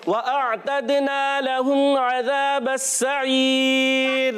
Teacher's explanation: واؤ کی ادائیگی ہونٹوں کی گولائی سے